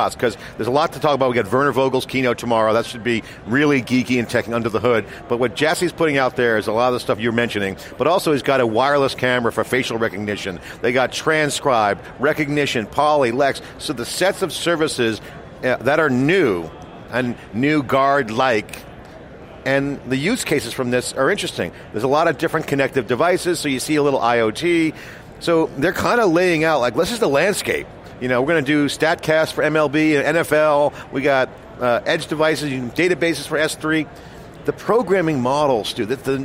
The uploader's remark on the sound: live from re:Invent 2017